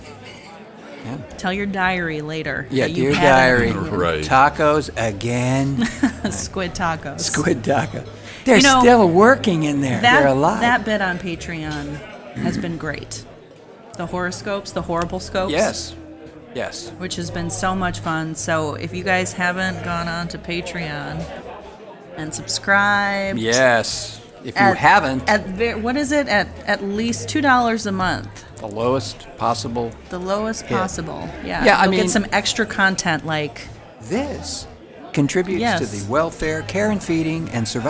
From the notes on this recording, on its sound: Coming To You Live From Suicide Sally’s